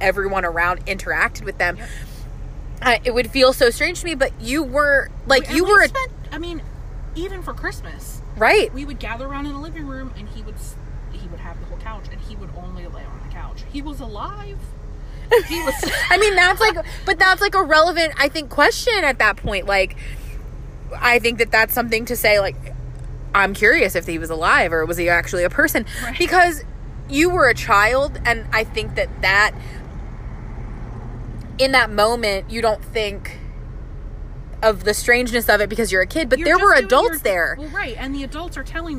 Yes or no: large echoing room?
no